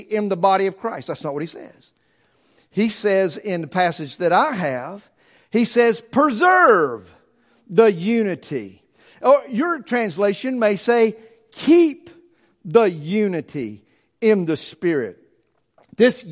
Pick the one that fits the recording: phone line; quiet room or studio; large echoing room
large echoing room